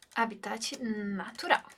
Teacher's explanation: uma palavra de origem estrangeira que a gente não vai pronunciar o H